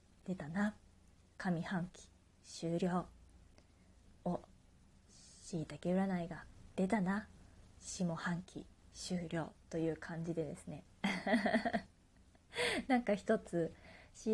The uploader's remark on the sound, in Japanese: 自宅でスマホによる収録のため様々な騒音が収録されています。キッチンのすみっこで。